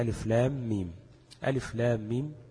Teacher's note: وكلها تمد 6 حركات من غير خلاف · Term: المد اللازم